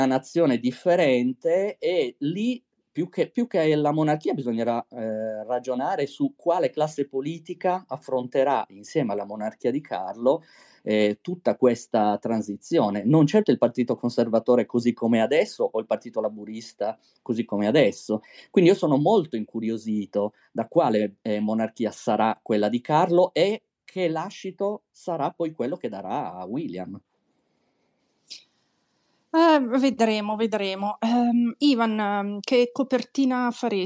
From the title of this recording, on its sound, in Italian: Live su Twitter Spaces